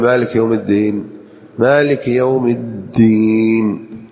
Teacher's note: الدال في الدين محققة مشددة، لا يقول مالك يوم الدين، مالك يوم الدين، فإياك أن تنطق كأنك تذكر الفاكهة المشهورة.